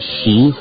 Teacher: she is 10, with a rising intonation